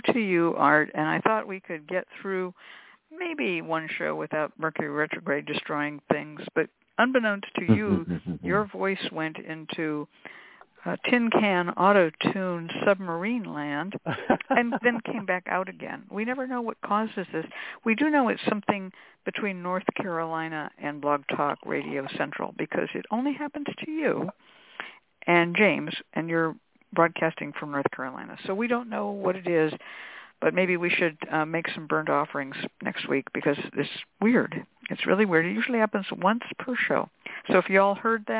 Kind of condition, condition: link, phone line